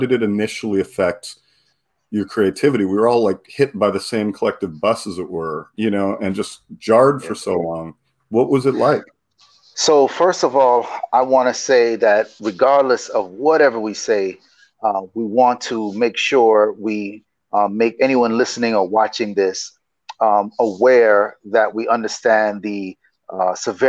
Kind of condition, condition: link, video call